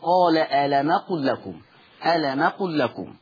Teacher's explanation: الميم ساكنة وما بعدها همز فبينقل حركة الهمز